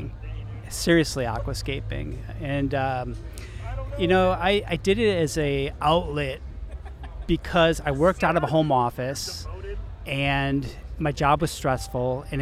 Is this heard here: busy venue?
yes